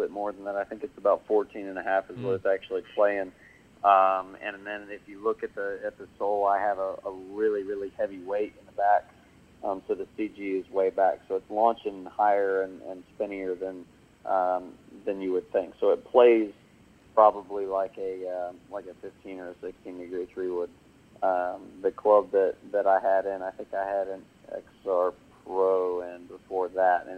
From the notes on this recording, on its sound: called into the show